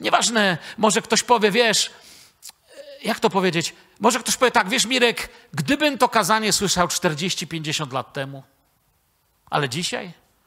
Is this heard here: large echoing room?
yes